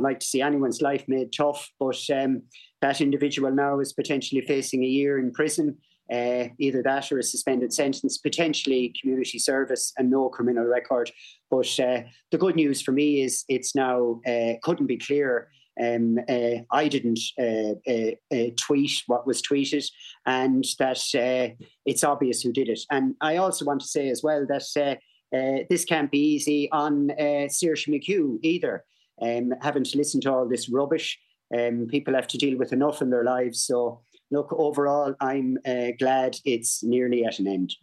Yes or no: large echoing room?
no